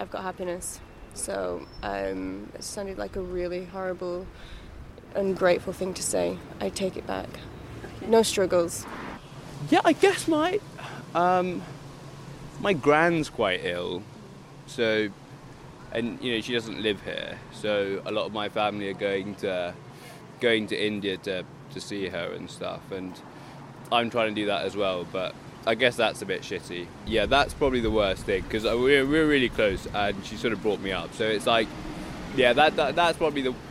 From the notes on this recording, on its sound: Walks around different parts of Camden asking passersby to talk to her for 5 minutes. The aim is to capture a cross-section of street life in this diverse and eclectic borough of London. The second episode was recorded in Eversholt Street and Mornington Crescent early on a Sunday morning.